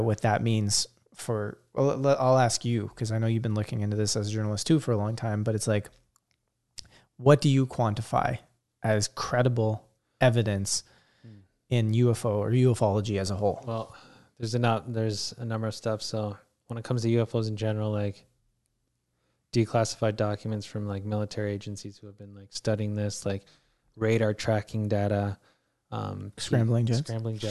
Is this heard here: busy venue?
no